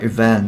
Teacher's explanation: 日本語的にはこうイベントですけれども英語的には event っていう感じで、えー、t が落ちやすいですし · 頭の「い」っていうのは「えー、い」ではなくて event のような、まあ、いとえの合いの子のような